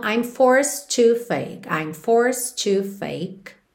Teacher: Tá no passado, cuidado para não dizer forced, esse é, não é pronunciado. O D poderia ser mais, menos ou nada, e como a próxima palavra é to, a gente já liga num som só